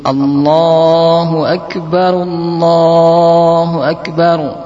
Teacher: Allah dibaca dua harakat, Allah yang kedua dibaca dua harakat, sehingga menjadi Allahu Akbar, Allahu Akbar.